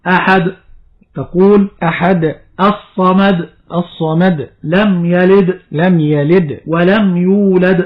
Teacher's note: عندما تقف على الدال قل هو الله أحد أنت لا تسمع شيئا، فنأتي بالقلقلة لنسمع هذا الصوت